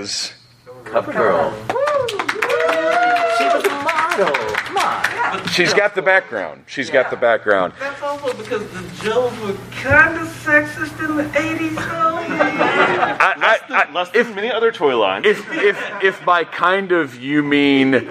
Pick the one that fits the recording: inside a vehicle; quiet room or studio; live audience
live audience